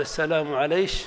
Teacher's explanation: إما قلب الكاف شينا فيقال السلام عليش · Term: الكشكشة